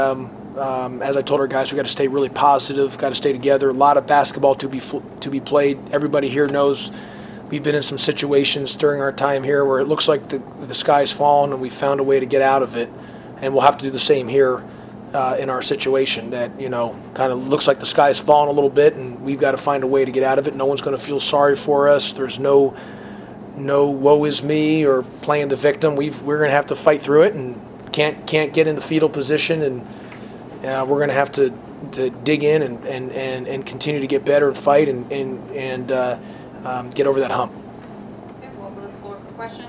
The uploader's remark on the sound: Postgame press conference following Virginia game.